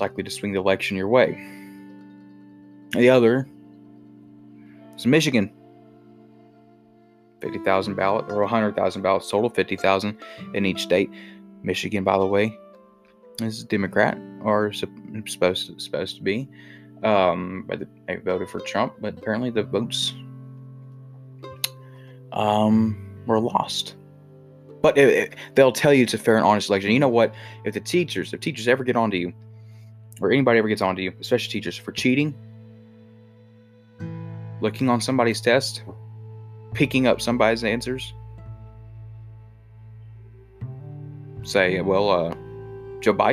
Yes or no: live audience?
no